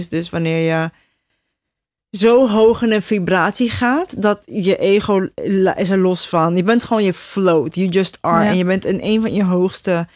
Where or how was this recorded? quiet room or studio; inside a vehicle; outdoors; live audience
quiet room or studio